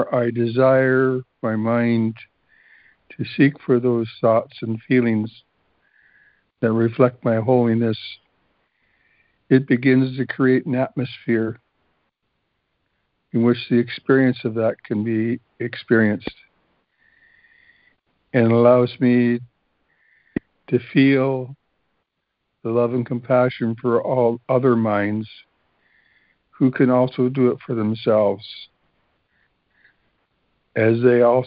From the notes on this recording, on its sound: ACIM Daily Conference Call